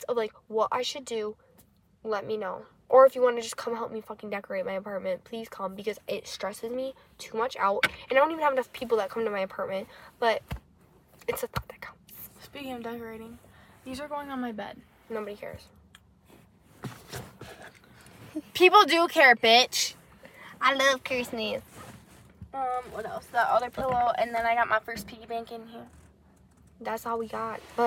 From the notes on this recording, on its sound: We filmed in the car to change it up a little bit!